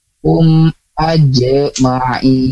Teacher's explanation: Jadi tidak kum ak, tidak ada tahanan di huruf mimnya. Karena di sana hukumnya izhar syafawi ya.